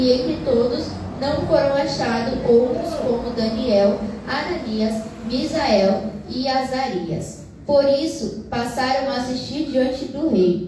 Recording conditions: large echoing room